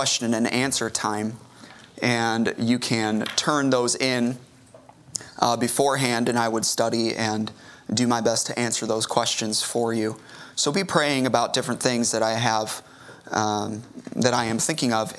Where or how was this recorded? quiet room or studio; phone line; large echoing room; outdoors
large echoing room